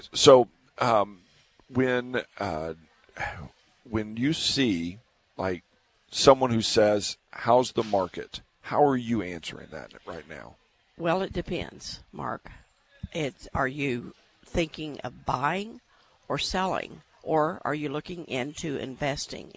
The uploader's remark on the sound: Live at the Santa Market